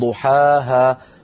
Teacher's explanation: الشاهد أن هذه المدود لا تزاد عن حركتين، فلا يقال ضحاها، لا يفعل ذلك، بل يقال ضحاها. · Term: مدود طبيعية